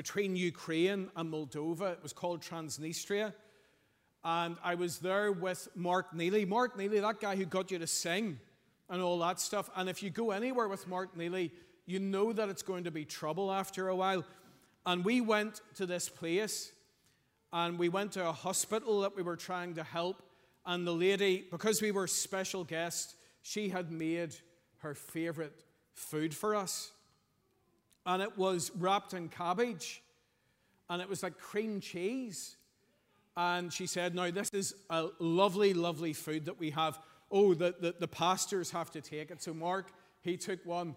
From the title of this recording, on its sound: Sunday 2nd April 2023 morning service